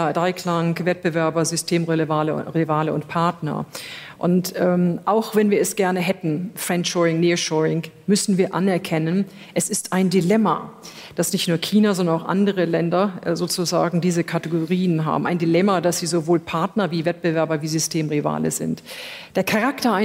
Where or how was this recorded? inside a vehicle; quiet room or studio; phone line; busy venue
busy venue